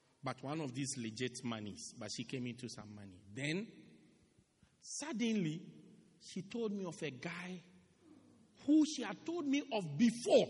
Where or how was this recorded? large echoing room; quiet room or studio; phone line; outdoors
large echoing room